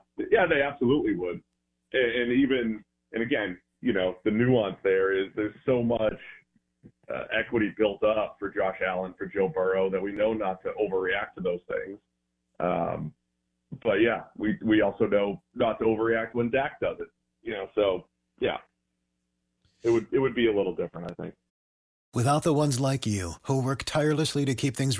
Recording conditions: phone line